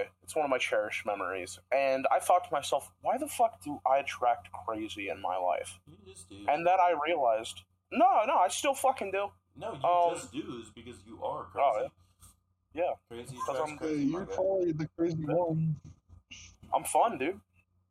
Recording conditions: poor sound quality